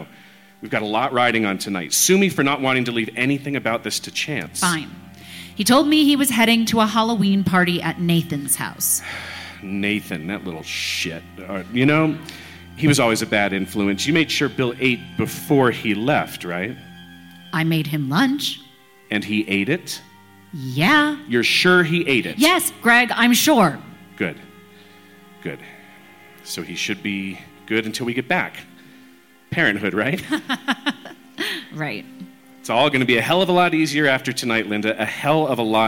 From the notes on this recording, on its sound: NoSleep Podcast - Doctor Sleepless at the Stanley Live. A special live bonus episode from the Doctor Sleepless at the Stanley event in Nov 2022.